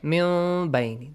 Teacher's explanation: We turn the noon sound into a small meme sound. A half meme sound.